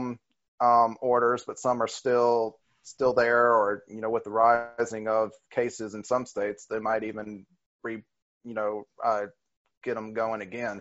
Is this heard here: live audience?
no